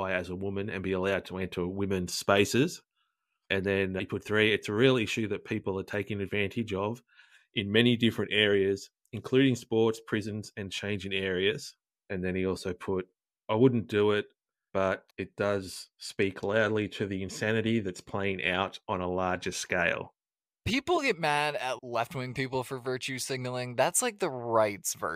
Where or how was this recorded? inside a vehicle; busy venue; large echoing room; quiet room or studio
quiet room or studio